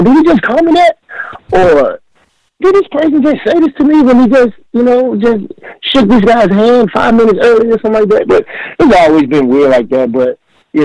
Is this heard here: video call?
no